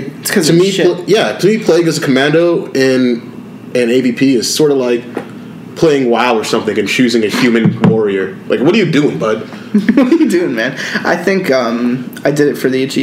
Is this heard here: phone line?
no